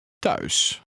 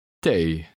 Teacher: The combination TH in Dutch has a T sound.